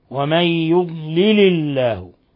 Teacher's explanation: ورققنا لفظ الجلالة لأنه سبقها كسر